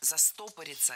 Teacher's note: Ударным должен быть корень слова «застопориться».